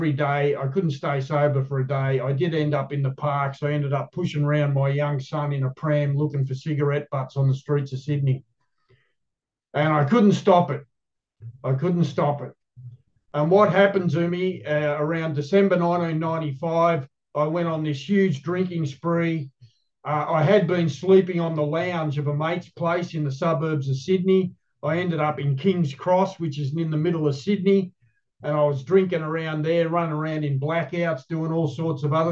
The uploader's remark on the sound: The Grace Group Zoom Series in Hattiesburg, MS.